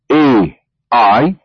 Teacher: بدفعة واحدة من النفس يكون مقطعا واحدا وهو صائت مركب